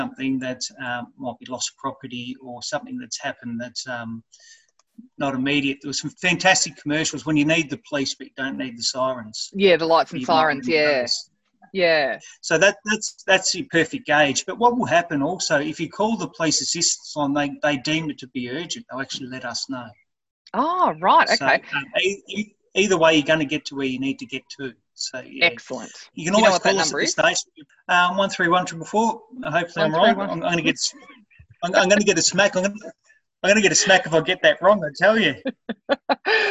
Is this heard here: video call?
yes